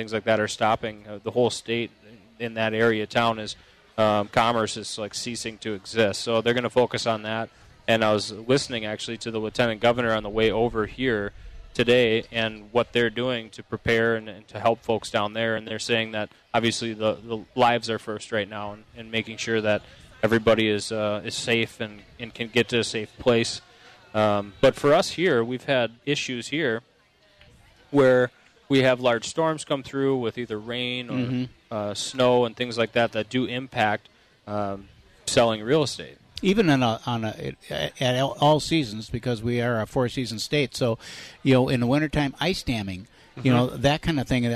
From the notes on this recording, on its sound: Live from the Fair